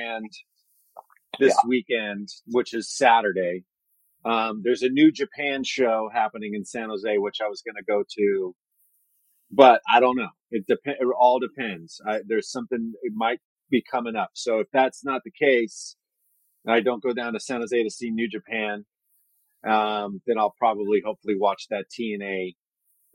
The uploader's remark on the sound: There are some sound issues; we did our best to fix them on our end.